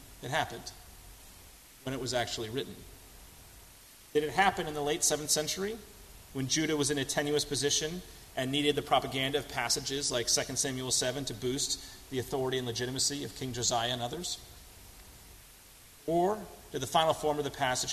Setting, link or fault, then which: setting, large echoing room